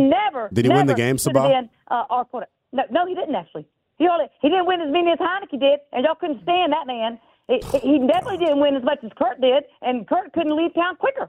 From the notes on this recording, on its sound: Call lines open up.